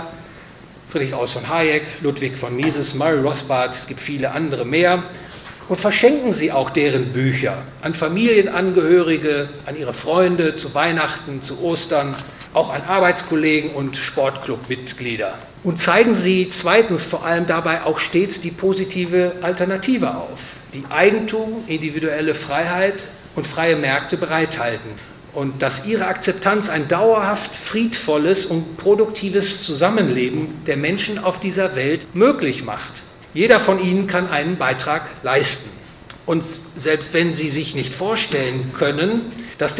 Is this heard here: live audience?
yes